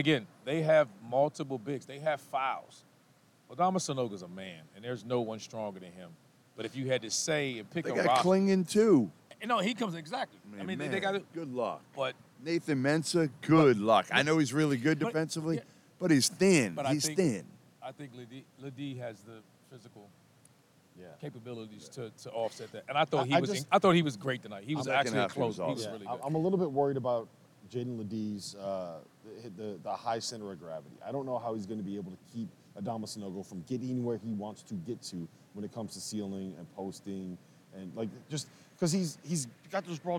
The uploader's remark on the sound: Final Four Reaction LIVE from NRG Stadium! Recap the Final Four games live from NRG Stadium in Houston!